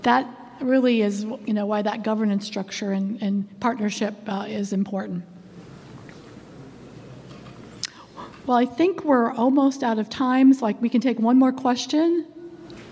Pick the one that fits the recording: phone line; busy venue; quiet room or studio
busy venue